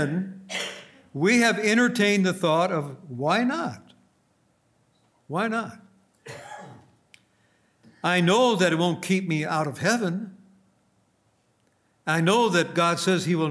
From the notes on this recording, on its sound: At Grace Bible Fellowship in Front Royal, VA.